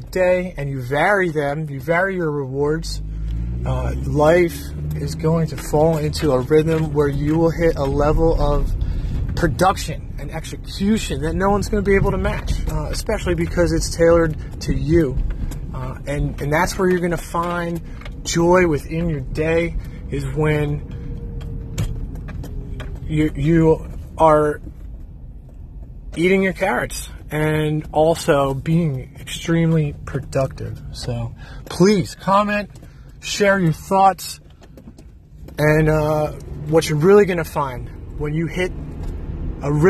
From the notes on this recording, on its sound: I'm so new to the podcast game that I just downloaded an app two days ago. I recorded myself this morning for 10 minutes on the commute from the gym to work. It's so raw I didn't even listen to it yet. Therefore, I'm not going to take the time to listen and edit.